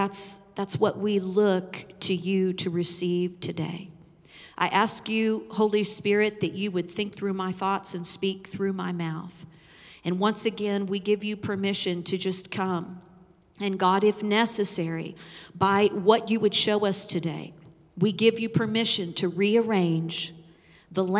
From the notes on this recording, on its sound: Recorded live on 5/9/21.